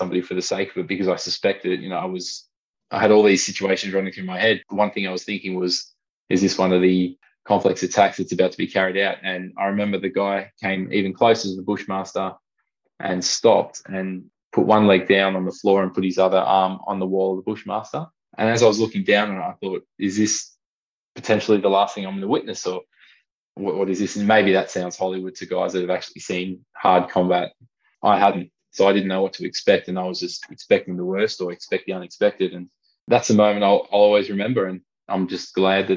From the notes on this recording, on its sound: over Zoom